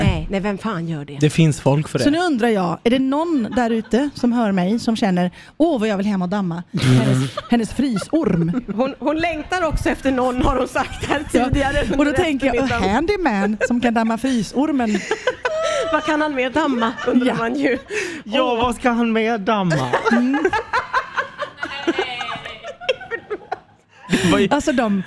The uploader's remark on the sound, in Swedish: Sänder från ENTRÉN idag, inför publiken i VIP-soffan.